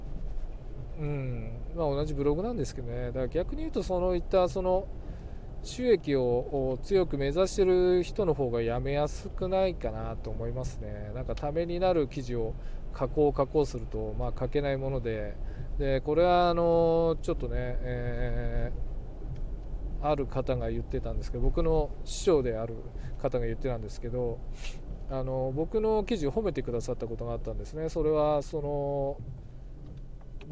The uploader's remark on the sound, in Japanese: 運転中。けっこう前に収録してます。大雨の夜の車のなからお届けつっての第３弾。